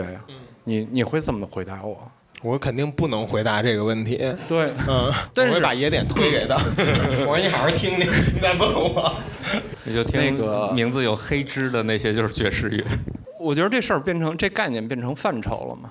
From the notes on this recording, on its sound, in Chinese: 现在，我们将经过修整剪辑过的现场录音内容，按照每个播客一段的形式，分成 7 条主题内容进行发布。我们在北京举办了 音乐·聚我们——首届「播客松」+西海之声7周年聚会 活动。现场录音设备协力品牌：Focusrite、RODE 麦克风。